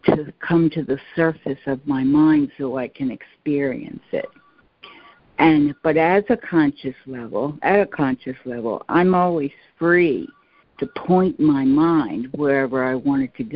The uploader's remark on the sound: ACIM Daily Conference Call